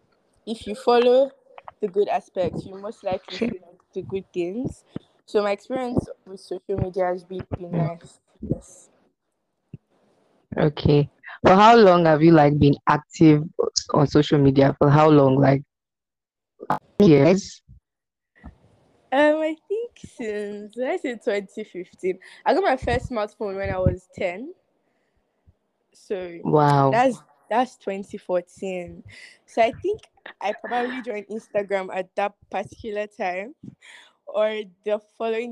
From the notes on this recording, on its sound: we apologize in advance for any glitches